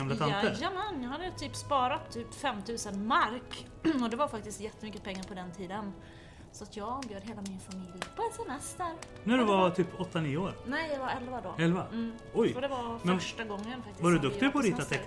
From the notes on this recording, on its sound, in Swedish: Välkommen till Kristna Dejtingpoddens Lillajulfest. Det firar vi med att göra vårt allra första live event. Vi kommer också livepodda från scenen och har med oss en hög med frågor från er lyssnare.